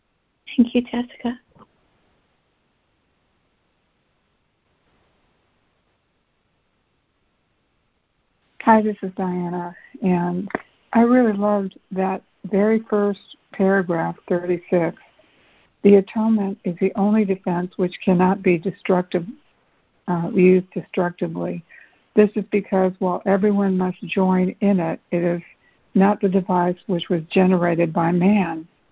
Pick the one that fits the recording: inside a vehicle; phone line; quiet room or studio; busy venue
phone line